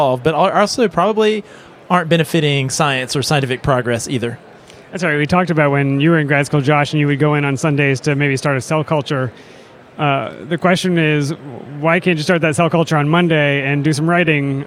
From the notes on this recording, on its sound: Society for Neuroscience 2023 – LIVE! We chatted with students, postdocs, and faculty. We recorded this special update from the hall of posters and vendors.